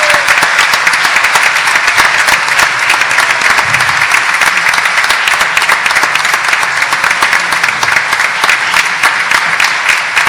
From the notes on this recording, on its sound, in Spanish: Celebró este miércoles sus 73 años al aire en el Centro Cultural Kirchner. Ante un auditorio colmado, un elenco de primeras figuras.